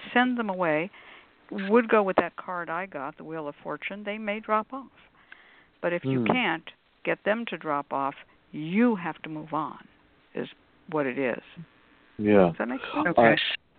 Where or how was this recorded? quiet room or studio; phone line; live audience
phone line